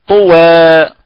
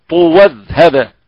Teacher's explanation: هذه تقرأ بالتقليل قولا واحدا عند الوقف عليها، وتفتح قولا واحدا عند الوصل